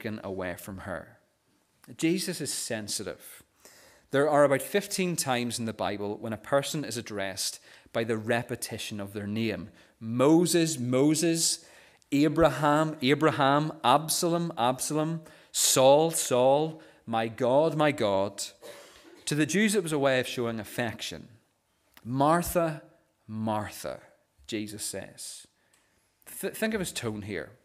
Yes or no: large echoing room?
yes